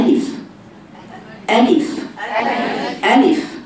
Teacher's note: ألف بفتح الهمزة وبكسر اللام والفاء ساكنة فيها رخاوة